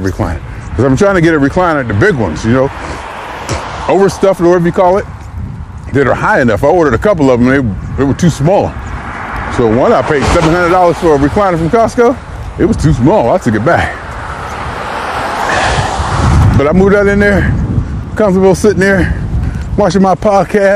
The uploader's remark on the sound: Me Walking Talking